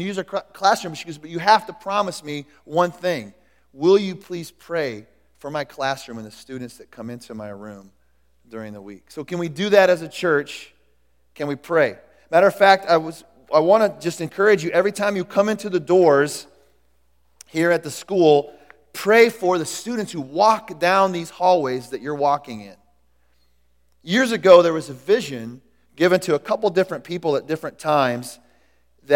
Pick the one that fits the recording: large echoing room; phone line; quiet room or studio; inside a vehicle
large echoing room